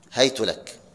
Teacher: وابن كثير بفتح الهاء وياء ساكنة وتاء مضمومة